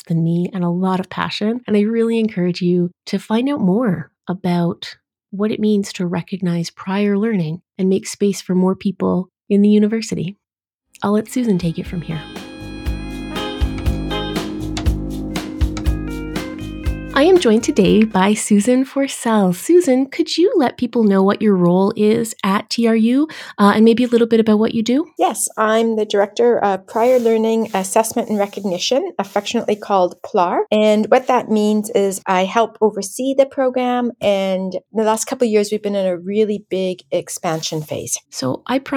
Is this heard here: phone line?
no